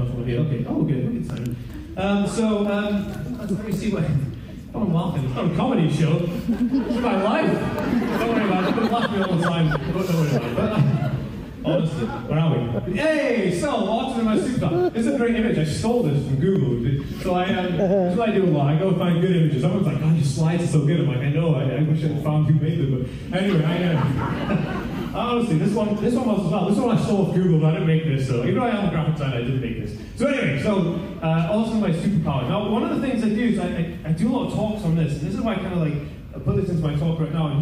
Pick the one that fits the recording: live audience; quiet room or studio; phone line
live audience